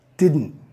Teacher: T después de N y también antes de otro sonido a consonante, no vamos a pronunciar.